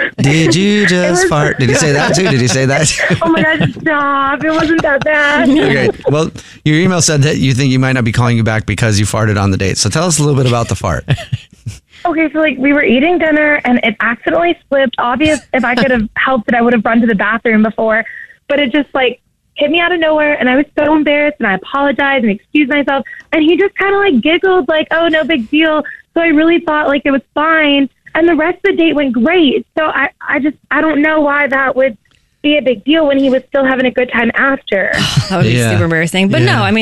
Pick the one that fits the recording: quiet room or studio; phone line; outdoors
phone line